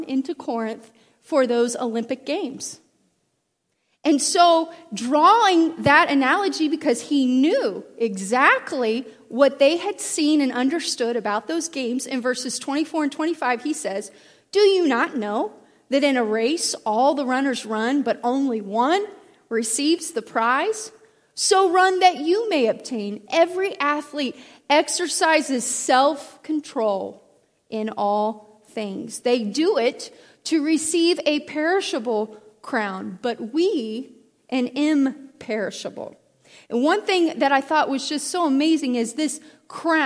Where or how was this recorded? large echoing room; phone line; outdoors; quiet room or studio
large echoing room